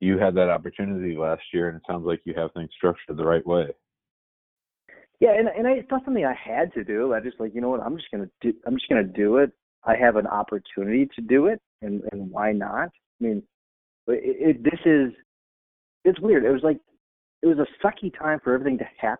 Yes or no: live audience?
no